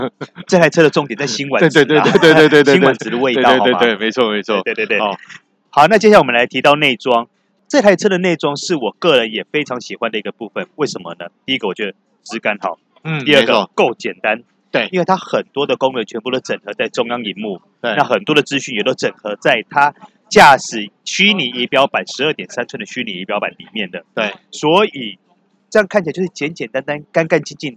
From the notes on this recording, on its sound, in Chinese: 在戶外記者會現場的實地採訪！